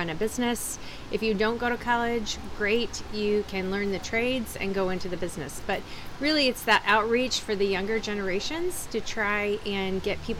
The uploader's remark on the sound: Live from Tee Off for the Trades Golf Tournament. We are live at the Angel Park Golf Course in Las Vegas.